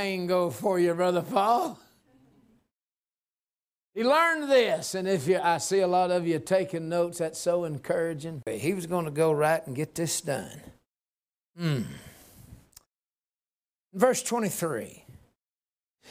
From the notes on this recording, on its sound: A message given at Liberty Baptist Church, Fircrest, Washington